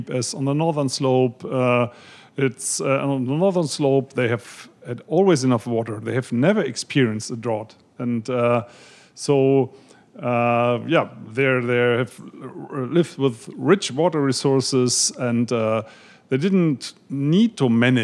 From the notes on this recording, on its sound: In front of an audience at Powell’s Books.